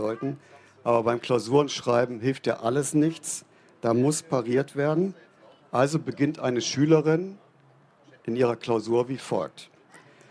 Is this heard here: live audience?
yes